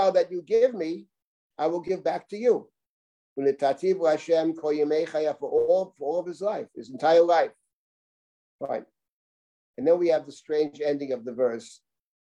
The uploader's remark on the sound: This audio was originally captured from Zoom